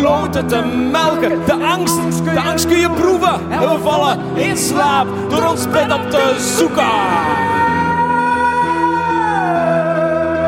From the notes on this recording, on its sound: Live-sessie in Cultuurkapel De Schaduw.